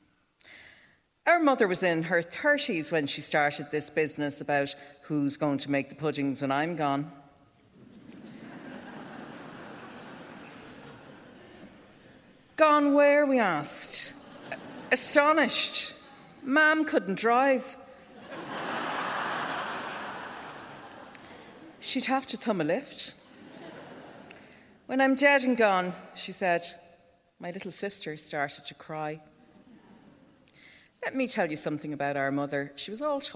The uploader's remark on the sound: all recorded at the National Concert Hall